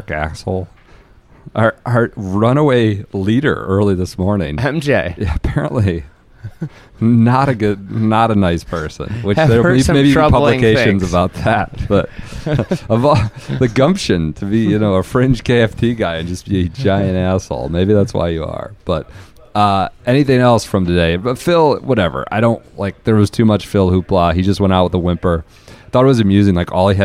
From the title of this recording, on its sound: Friday at the U.S. Open from the Precision Pro House in Boston